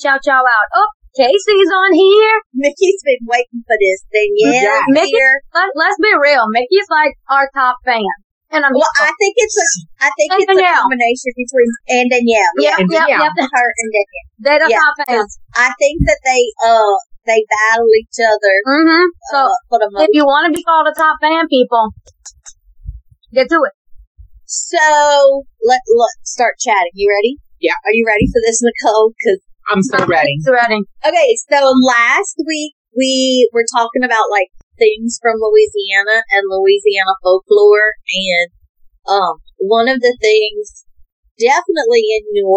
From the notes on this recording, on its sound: Excuse the audio, first timers here